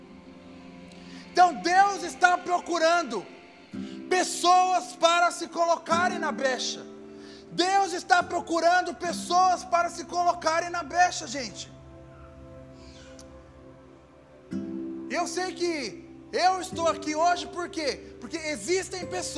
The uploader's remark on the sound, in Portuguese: Áudio do Culto de Domingo do dia 09/10/2022